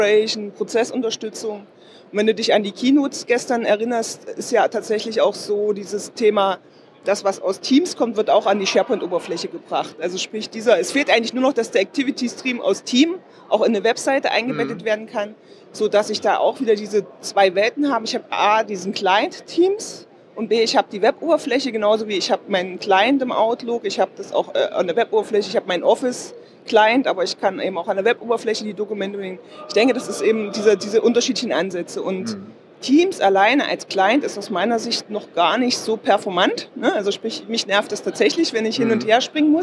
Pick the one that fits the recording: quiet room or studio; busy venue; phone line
busy venue